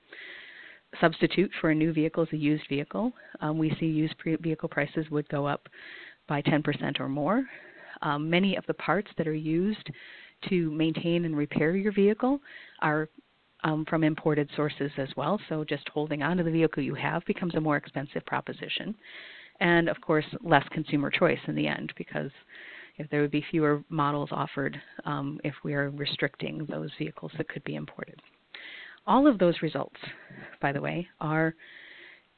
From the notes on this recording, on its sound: for a conference call